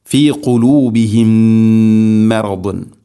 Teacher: ഇവിടെ സുക്കൂനുള്ള മീമിന് ശേഷം അടുത്ത മീം ഇദ്ഗാം ചെയ്തുകൊണ്ട്, അതിൻ്റെ പേര് ഇദ്ഗാം മുത്തമാഥിലൈൻ എന്നാണ്. സുക്കൂനുള്ള മീമിനെ ഹർക്കത്തുള്ള മീമിലേക്ക് ഇദ്ഗാം ചെയ്ത് അഥവാ കൂട്ടിലയിപ്പിച്ച് മണിച്ചുകൊണ്ട് ഉച്ചരിക്കണം.